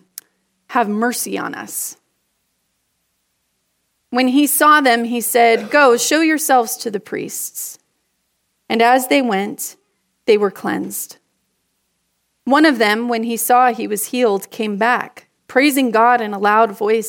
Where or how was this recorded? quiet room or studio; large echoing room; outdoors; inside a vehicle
large echoing room